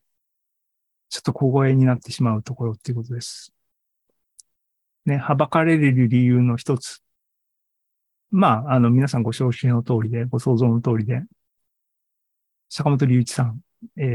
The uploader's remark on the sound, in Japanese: ２０２３年５月３１日に開催した ZOOMライブの模様です